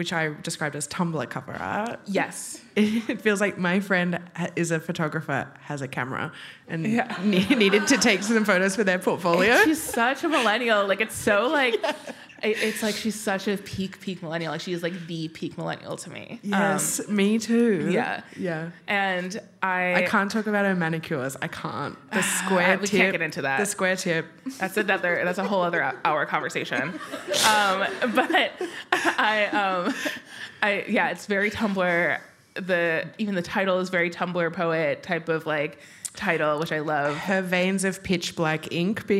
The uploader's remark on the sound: This event was recorded on Tuesday 13 February 2024 at The Wheeler Centre.